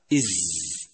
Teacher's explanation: هو حرف رخو، يجري معه الصوت عند النطق به، أي هكذا إز، خلافا لأحرف الشدة التي ينقطع الصوت عند النطق بها.